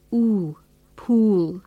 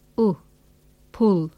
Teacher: Notice how you push your lips out and make them tense to say ooh, pool, and relax them to say ooh, pull. · Term: long oo sound